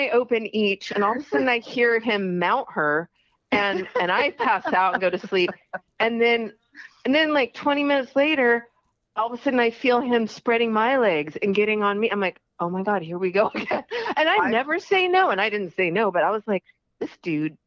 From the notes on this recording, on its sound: they called in to talk all about it